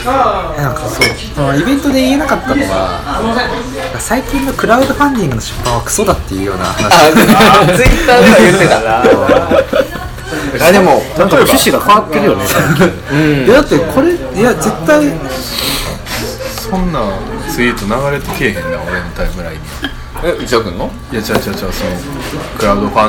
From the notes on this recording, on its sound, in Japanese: LOCKET』第3号刊行記念トークイベント（於blackbird books）後の打ち上げにてオフレコトーク満載につき、ぶつ切り配信。